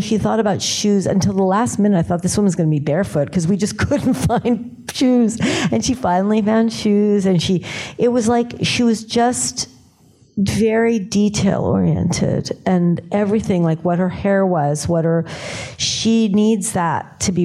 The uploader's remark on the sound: in a Q&A at the DGA theater in New York